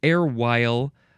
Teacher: you have to emphasize the second syllable again